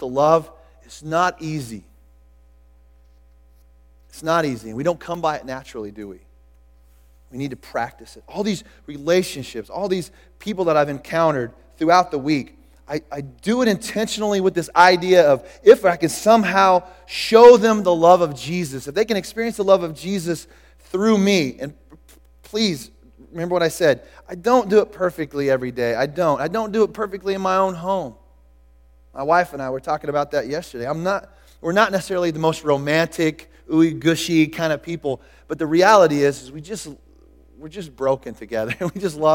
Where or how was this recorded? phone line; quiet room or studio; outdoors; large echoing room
large echoing room